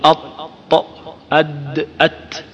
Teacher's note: الطاء والدال والتاء تخرج من طرف اللسان مع ما يواليها من الثنايا العليا